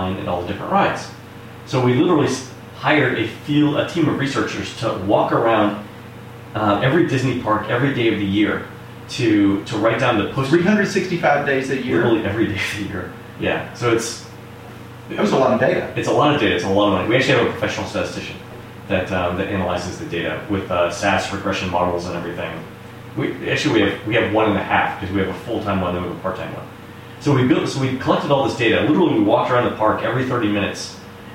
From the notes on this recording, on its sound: The echo-ey effect. I literally just clipped out a few of the most egregious points where we were talking over one another and ran the dynamic range compressor a couple of times. I did experiment a bit with noise removal, but the distortion was distracting, so I quit playing with it.